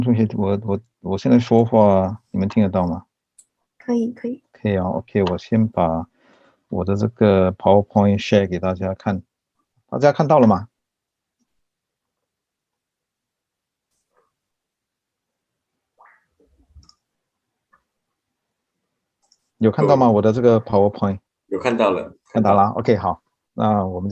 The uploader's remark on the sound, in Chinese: 地點：Zoom會議室。主辦單位：新紀元大學學院中文系中文傳播大學基礎課程。